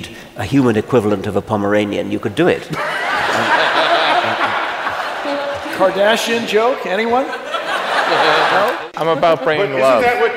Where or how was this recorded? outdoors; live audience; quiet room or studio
live audience